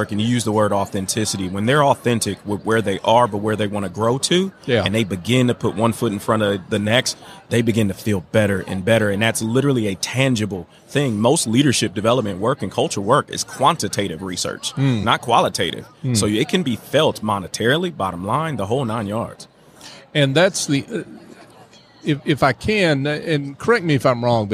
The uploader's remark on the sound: LIVE from SOAHR 2023. LIVE at the Business RadioX® remote at SOAHR 2023.